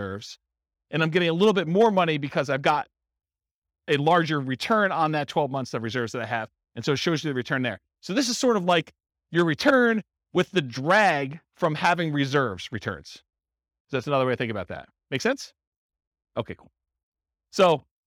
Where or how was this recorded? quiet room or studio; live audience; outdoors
live audience